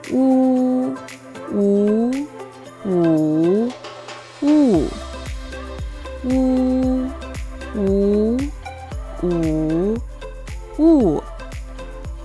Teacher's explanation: Al pronunciar la tenemos que juntar los labios hacia adelante formando un agujero. Al mismo tiempo la lengua se va hacia atrás y su superficie trasera se levanta hacia el paladar blando. · Al mismo tiempo la lengua se va hacia atrás y su superficie trasera se levanta hacia el paladar blando. La úvula está pegada a la pared de la garganta y vibra la cuerda vocal. · Term: vocal U